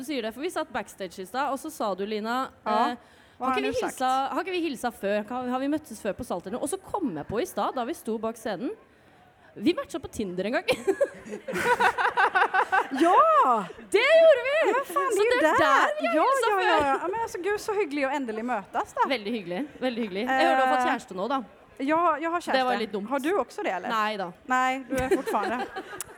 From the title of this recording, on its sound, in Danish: LIVE fra Pride!